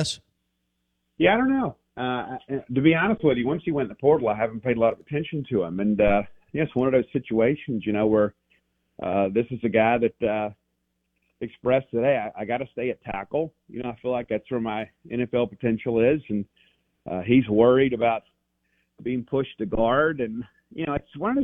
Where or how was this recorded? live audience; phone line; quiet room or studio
phone line